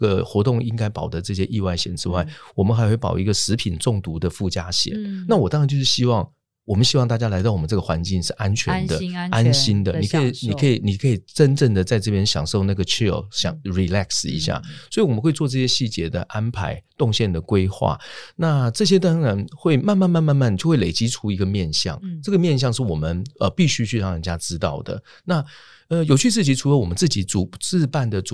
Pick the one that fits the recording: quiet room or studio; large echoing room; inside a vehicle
quiet room or studio